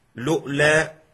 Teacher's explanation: لؤلى بلام مضمومة فهمزة ساكنة من غير ألف الوصل